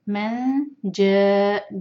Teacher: مَنْ یہاں نون کا اخفہ ہے نون کو چھپائیں گے